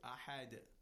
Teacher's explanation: the echo sound at the end for the qalqala